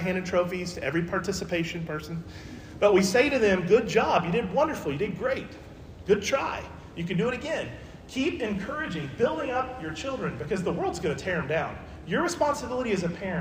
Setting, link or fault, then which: setting, large echoing room